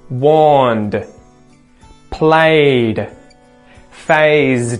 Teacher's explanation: you need to put a D, a voiced D sound on the end of a word that has a voiced sound at the end